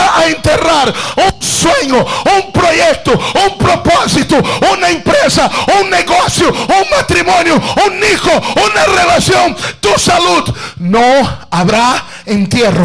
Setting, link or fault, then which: setting, large echoing room